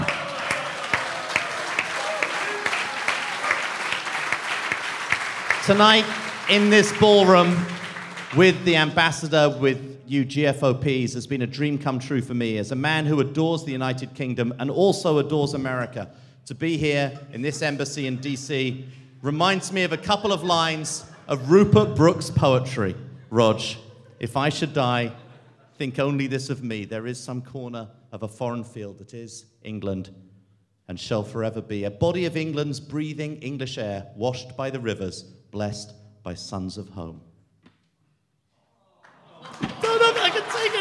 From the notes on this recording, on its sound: Live at the British Embassy in Washington D.C.